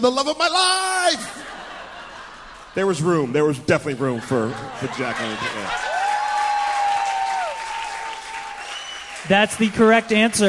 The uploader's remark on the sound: Our first live show!